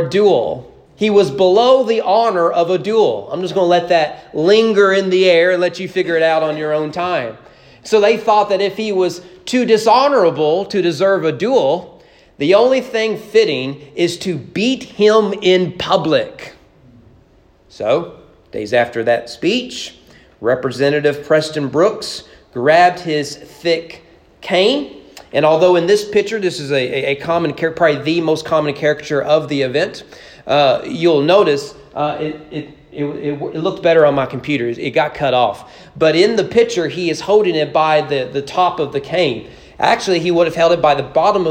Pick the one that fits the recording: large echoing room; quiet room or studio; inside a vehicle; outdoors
large echoing room